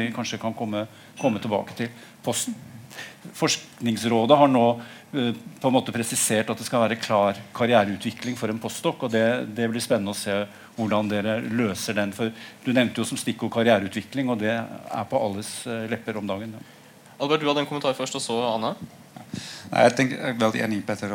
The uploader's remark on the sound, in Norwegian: en paneldebatt fra litteraturhuset i Trondheim